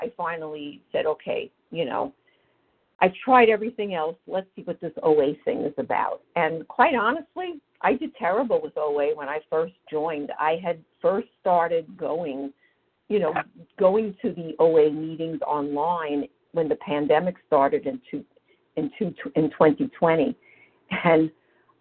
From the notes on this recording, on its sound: from the 100 Pounders Phone Meeting